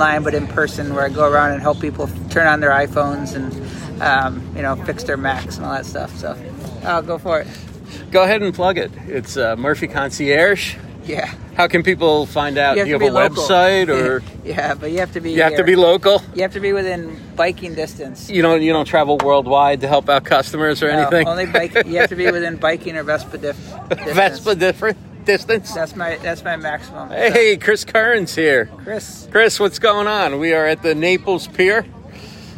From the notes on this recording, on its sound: Live at Naples Pier. Podfest at the Naples Pier in Old Naples, Florida.